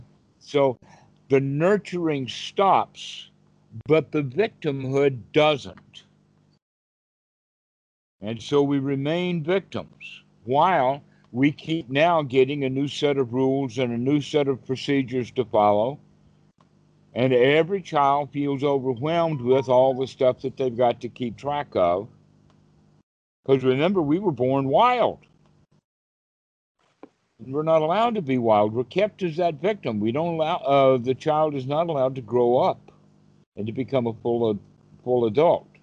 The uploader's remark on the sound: skype calls on this channel